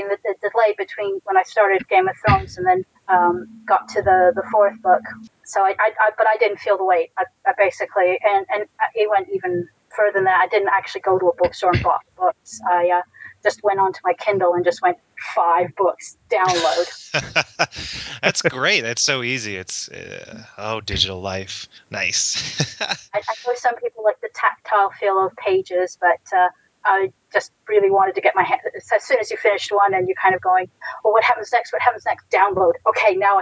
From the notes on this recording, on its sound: Sorry for the poor audio quality in this episode.